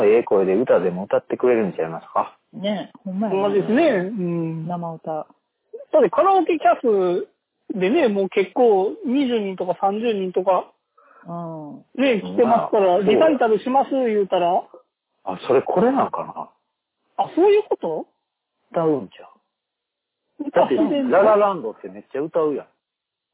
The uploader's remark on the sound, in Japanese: 探偵が電話を録音した音源なので、音質が良くありません。